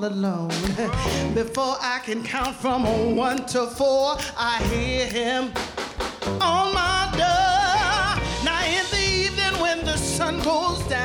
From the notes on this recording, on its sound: Live at the South Point Casino